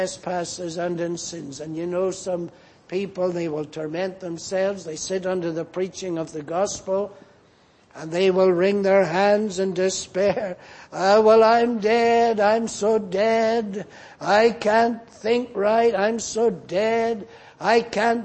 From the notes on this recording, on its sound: Preached in Grafton. At the Lord’s Day Evening service on 4th February, 2024.